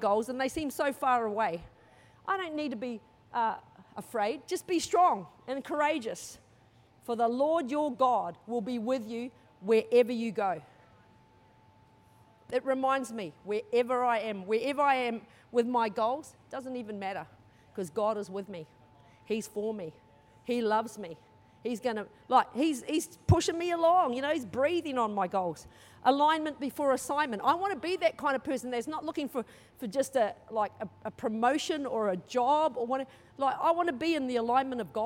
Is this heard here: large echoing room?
yes